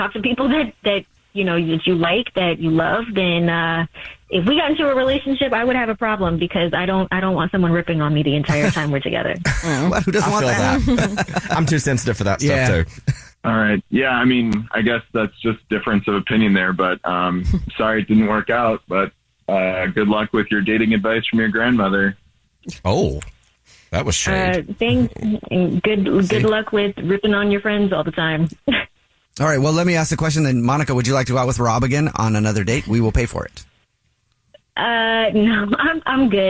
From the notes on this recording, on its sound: We get that other person on the phone